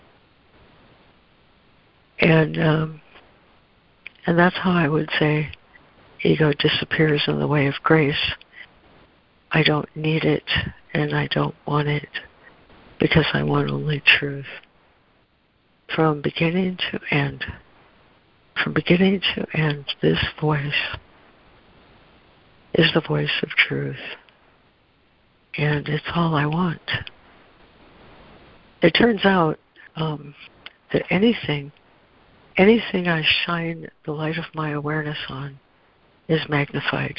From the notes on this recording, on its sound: ACIM Daily Conference Call.